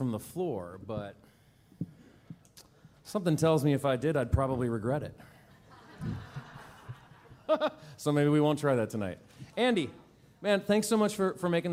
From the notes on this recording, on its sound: This episode was recorded live at The Grey Eagle.